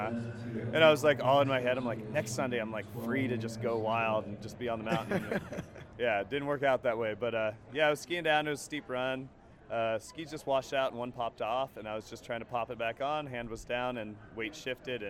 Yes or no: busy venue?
yes